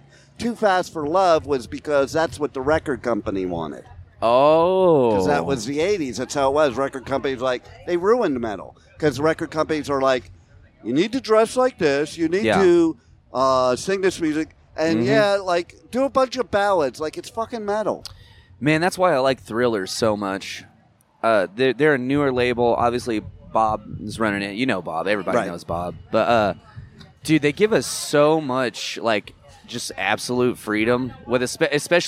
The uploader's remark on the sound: at Blue Ridge Rock Festival 2023